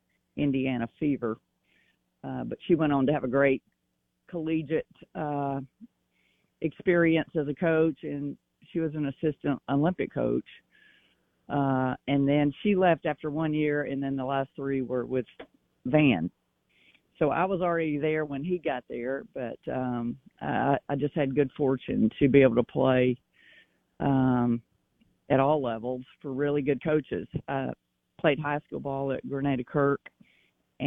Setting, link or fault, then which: link, phone line